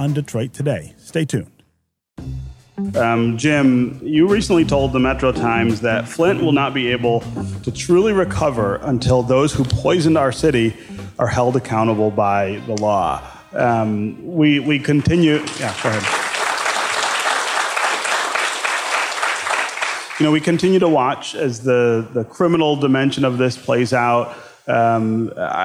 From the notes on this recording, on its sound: In front of a live audience at the Detroit Public Library.